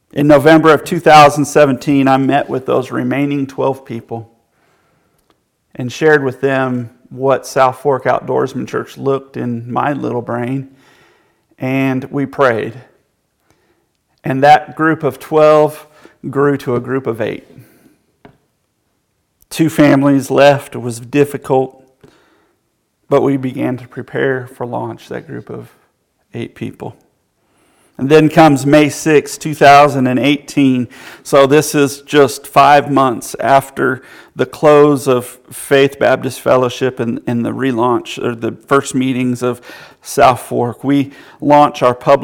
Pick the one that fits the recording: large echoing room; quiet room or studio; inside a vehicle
large echoing room